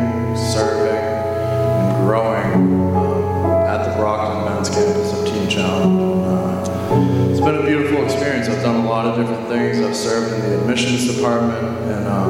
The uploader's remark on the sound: during Sunday worship at The Center on Main